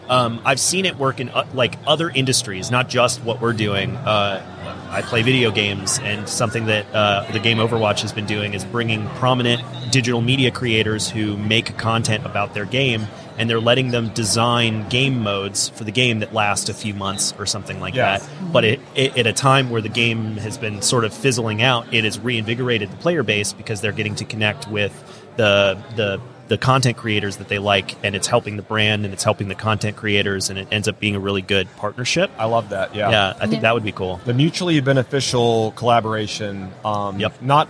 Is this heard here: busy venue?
yes